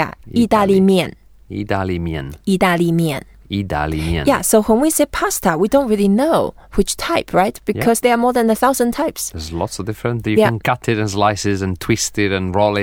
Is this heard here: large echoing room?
no